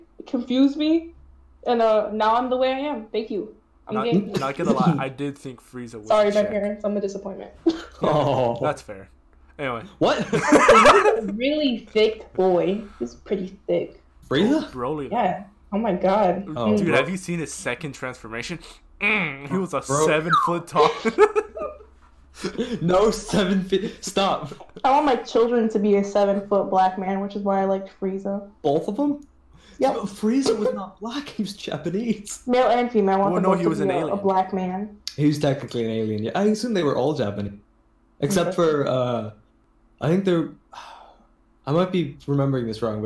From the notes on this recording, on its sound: Sorry about the poor audio quality. It was the first time I recorded at my home desktop, so I had to lower my mic gain to hide out the background noises and also had my audio settings set to be a stereo, so picking up everyone else audio added a weird effect that simulated they were in a trapped inside some basement.